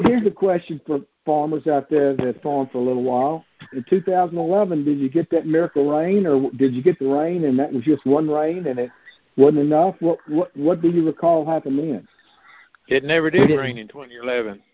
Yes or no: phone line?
yes